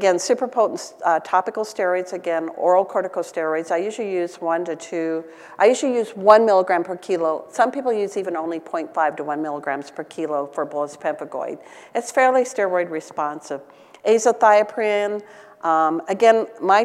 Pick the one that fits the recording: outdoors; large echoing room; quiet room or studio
large echoing room